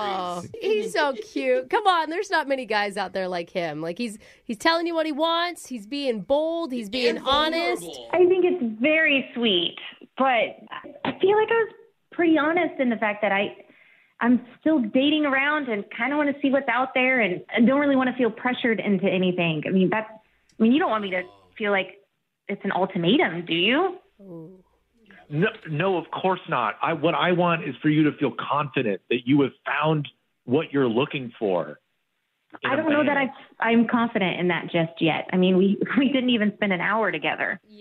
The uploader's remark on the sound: The guy on the phone today. Awkward Tuesday Phone Call.